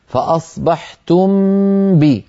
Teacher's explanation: أخفي الميم الساكنة عند الباء